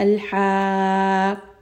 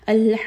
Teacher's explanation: I will raise the voice a little bit and I will put a little bit of emphasis on the قاف. · Shown in: second take · الحاقة. And you can hear very obviously that there is a شدة on the قاف. · Term: نبر